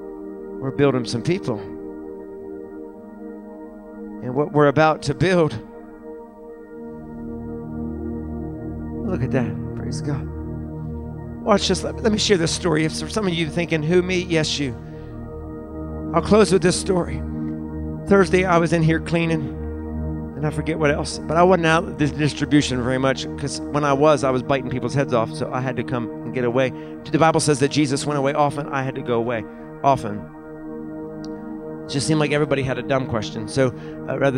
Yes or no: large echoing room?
yes